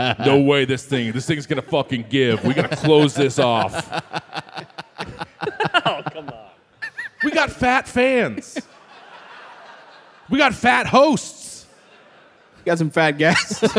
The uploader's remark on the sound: Recorded live at the Chevalier Theatre in Medford, MA on June 10, 2023.